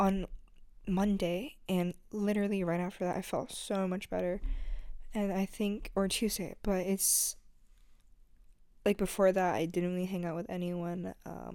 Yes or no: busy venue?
no